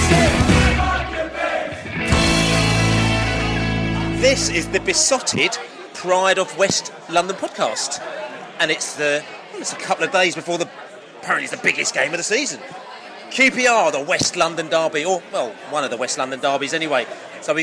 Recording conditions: busy venue